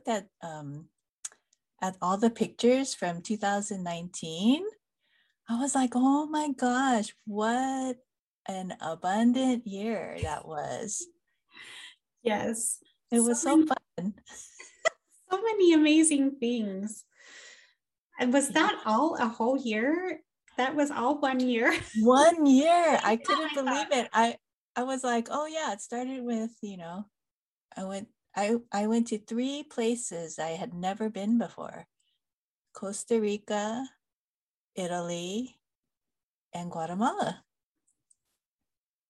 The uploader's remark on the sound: This episode is over Zoom again.